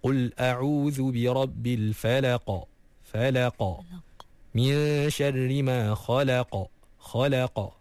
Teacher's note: bila kita baca huruf qaf, kita kena lantunkan dia · Dia dekat bahagian pangkal lidah yang paling paling dalam. Lidah yang paling belakang sekali sebelum masuk ke bahagian kerongkong, itulah tempat huruf qaf. Jadi pastikan kita matikan tu dengan sempurna, lantunkan dia dengan semula jadi. · Term: qalqalah